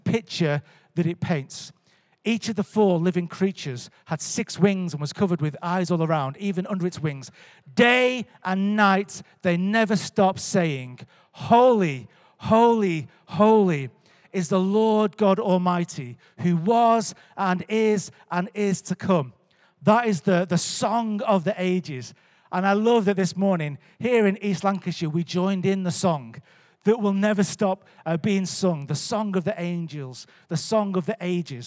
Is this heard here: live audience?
yes